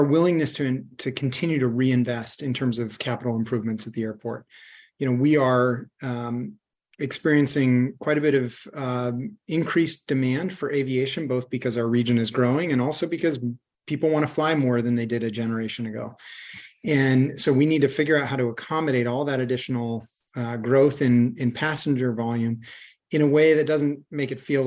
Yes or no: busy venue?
no